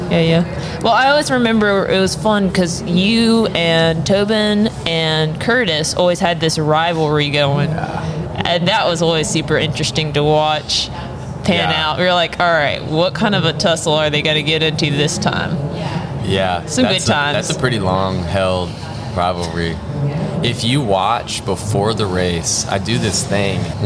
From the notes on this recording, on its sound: This episode was recorded at Nationals and we were unable to get a soundproof space. There are extra sounds of horns, cheering, and chatter. During the weekend of Cyclocross National Championships in Hartford, Connecticut.